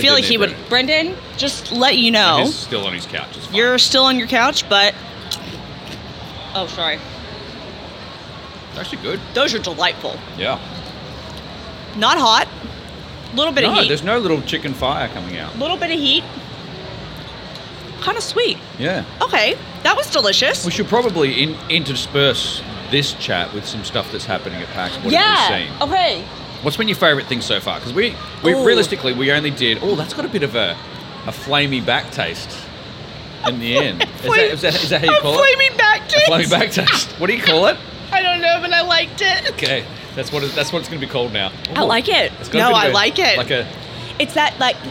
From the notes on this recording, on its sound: We talk all things Pax and all things snacks right from the Audio Technica booth on the Pax Aus show floor.